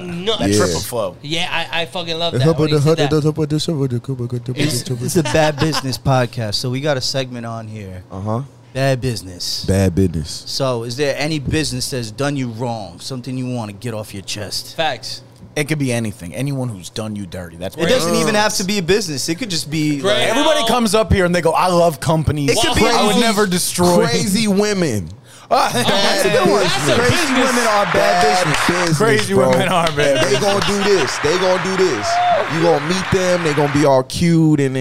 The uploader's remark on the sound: LIVE FROM PUMA's flagship store in Times Square